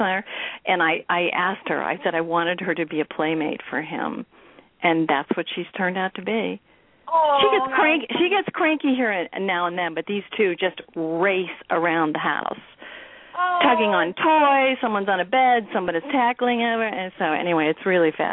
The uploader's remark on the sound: open up the lines for listeners to call